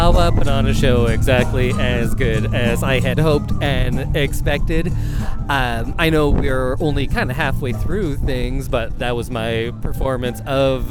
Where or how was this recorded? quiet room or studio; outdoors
outdoors